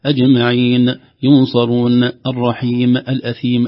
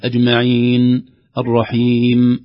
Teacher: آخر تنبيه، لاحظوا الآيات كلها تنتهي إما بالنون أو الميم، كل الآيات التي قرأناها اليوم تنتهي بالنون أو بالميم، النون والميم ليس فيهما قلقلة · Shown in: second take